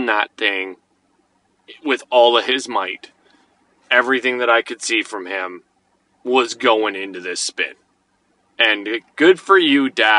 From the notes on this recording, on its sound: Sitting in my car on Tuesday evening while our son and his friend play on the park.